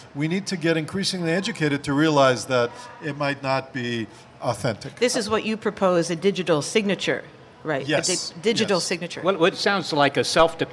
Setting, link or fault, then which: setting, live audience